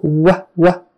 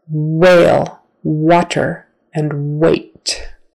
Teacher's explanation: your lips come together, wah, wah, and then they just come open really fast as you're making the next vowel sound